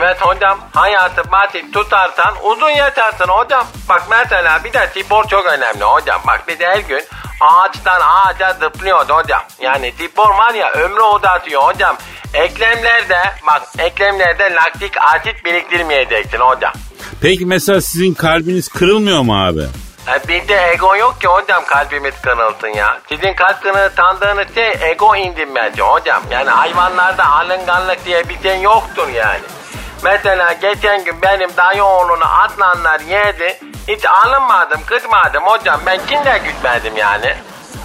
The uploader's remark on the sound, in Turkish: telefon görüşmesi